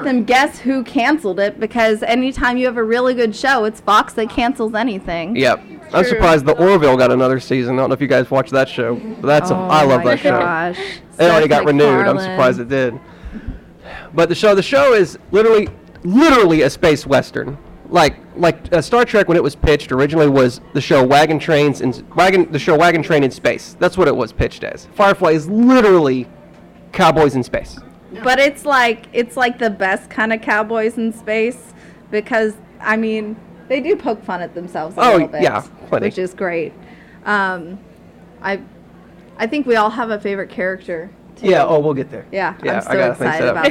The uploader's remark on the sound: This was our first ever live recording of Quash. Recorded live from the Arkansas Anime Festival! Mic didn't work so I did my best to amplify his voice as much as I could.